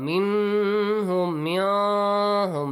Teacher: We don't do any idgham, any ikhfa.